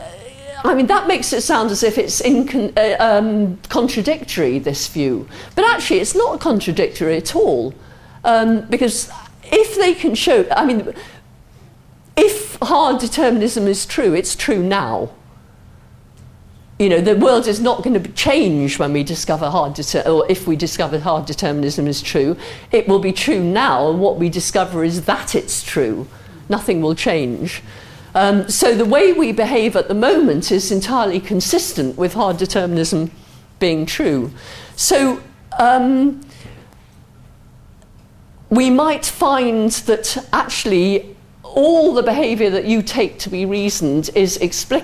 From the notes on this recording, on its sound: answers questions from the audience